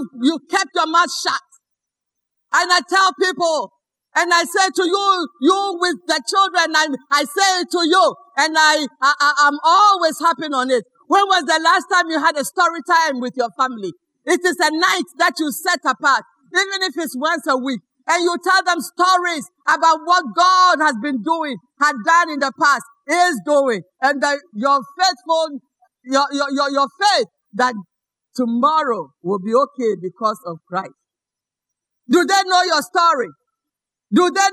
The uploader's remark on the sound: Sermon preached at CBC Adabraka Campus.